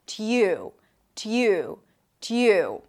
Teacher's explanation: It's a T sound, a y, and then the tense oo as in food.